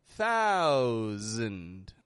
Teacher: I'm not pronouncing the S as an S. I'm pronouncing it as a Z, a Z, Z, voiced sound. It flows out like an S, but there isn't only air coming out.